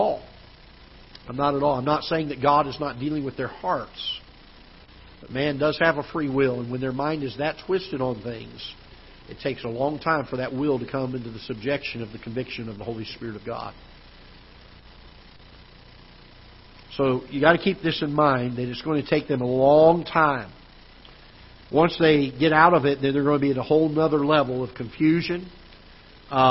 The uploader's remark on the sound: Ketha Heights Baptist Church ~ Live Broadcast